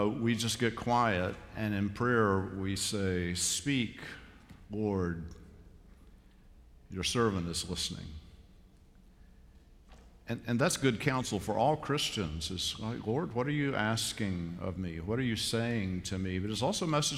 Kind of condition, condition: setting, large echoing room